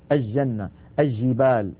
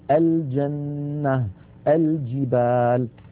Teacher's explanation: في بعض مناطق بلاد الشام يعني يجعلون اللام عند الجيم شمسية · Shown in: first take · فيقولون الجنة مثلا، الجنة، الجبال، هذا لا يصح، لابد من بيان اللام، فنقول الجنة، الجبال.